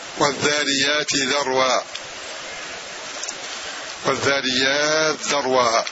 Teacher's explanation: فإضغام التاء في الذال، وإذا كان مسبوقا بحرف مد جاز فيها القصر والتوسط والإشباع